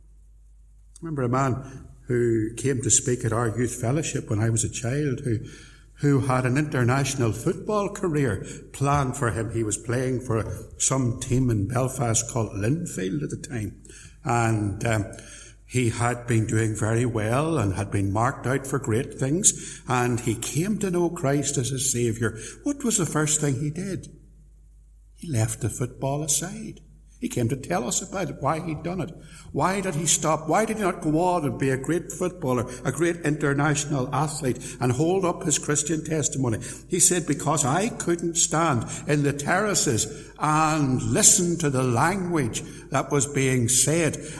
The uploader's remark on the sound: Sermon preached at Templepatrick Reformed Church